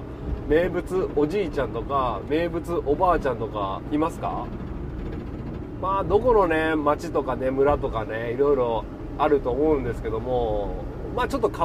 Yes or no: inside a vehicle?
yes